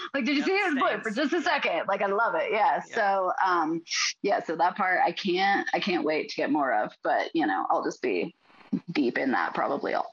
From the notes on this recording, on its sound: Due to some technical difficulties on the day of recording, this discussion was recorded on Zoom instead of our usual platform, resulting in some compromised audio quality.